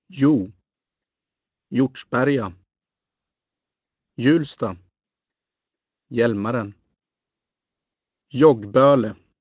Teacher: The consonant groups DJ, HJ, LJ, and GJ. The initial letter is not pronounced in these groups, and all of them are pronounced as if they were Swedish J.